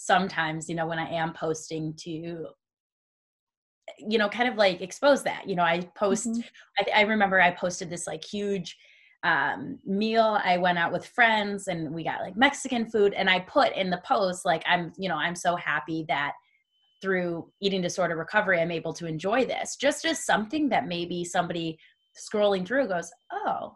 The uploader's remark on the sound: Today on Staying Forever Strong I zoomed with an old friend of mine